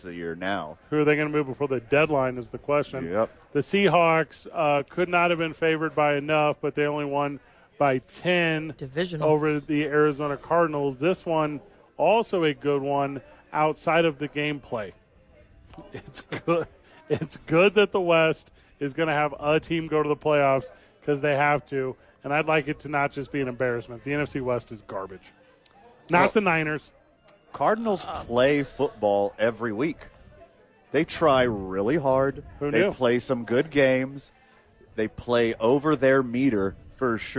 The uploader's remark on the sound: live from Howies Sports Page